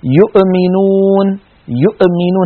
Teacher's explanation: الضغط الزائد على الهمزة بحيث تتقلقل، نسمع أحيانا من بعض إخواننا يؤمنون يؤمنون، هذا سببه الضغط